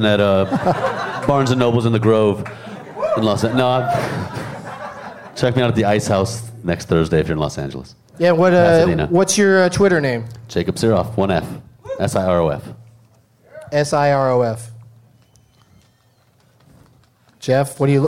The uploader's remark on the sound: Live from the Firebird in St. Louis, MO.